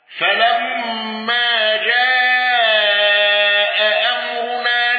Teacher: قنبل بإبدال الهمز الثانية ألفا مع الإشباع